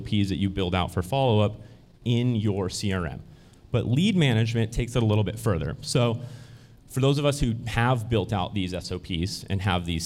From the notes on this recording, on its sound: a segment from the 2023 Hyperfast Agent Summit held in Arlington, Virginia